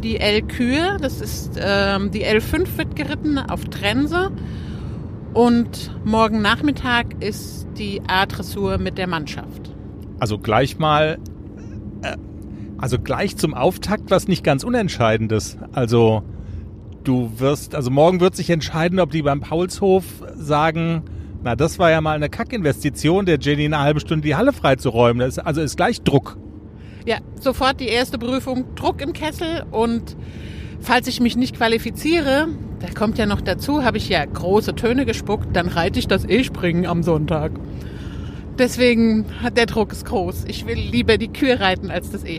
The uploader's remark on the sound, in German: Unsere Teaser live von der Autobahn.